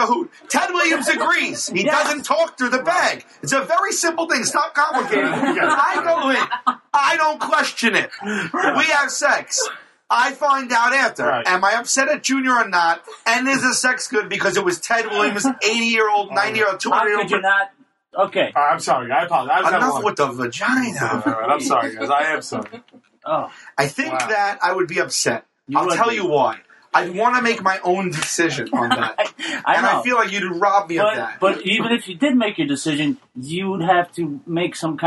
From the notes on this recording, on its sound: In this audio challenged episode